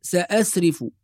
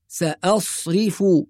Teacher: السين الأولى مرققة مع الهمزة، وبعدين حرف الصاد مفخم، وبعده راء مرققة مكسورة · Shown in: second take